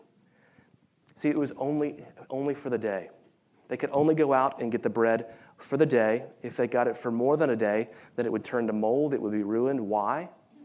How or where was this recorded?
live audience